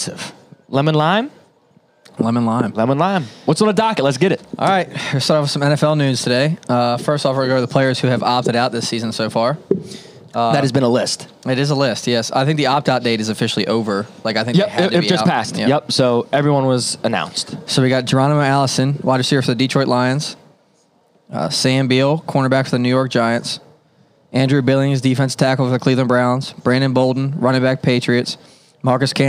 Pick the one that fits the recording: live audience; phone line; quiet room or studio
live audience